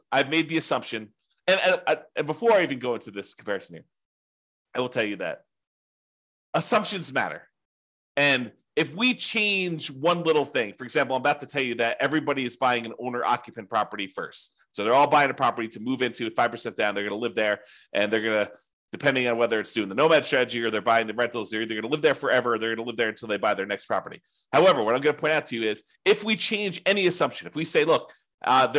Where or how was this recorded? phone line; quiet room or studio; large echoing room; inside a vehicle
quiet room or studio